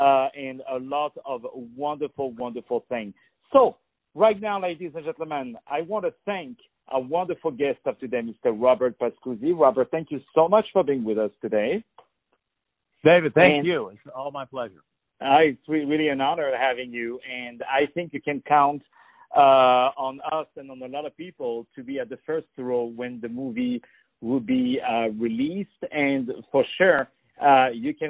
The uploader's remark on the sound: On the phone. The Culture News.